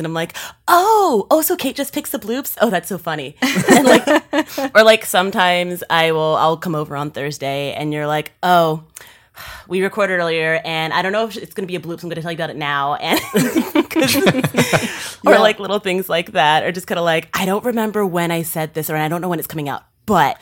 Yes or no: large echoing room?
no